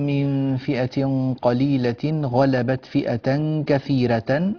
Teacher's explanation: لابد من ترقيق الراء هنا لأنها مفتوحة وقبلها ياء ساكنة